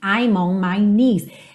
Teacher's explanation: Lembra que o K do knees é totalmente mudo.